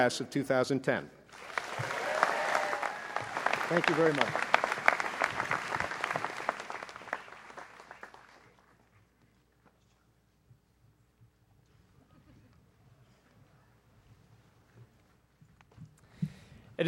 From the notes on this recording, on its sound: Princeton University's 2010 Class Day ceremony.